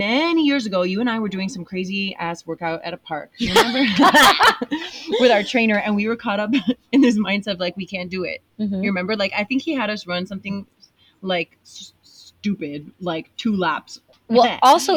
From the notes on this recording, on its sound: recorded in the mountains of Zion National Park